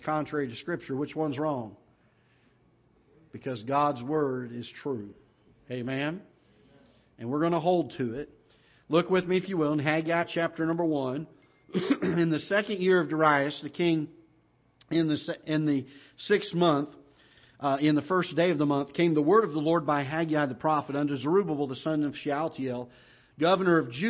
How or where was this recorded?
large echoing room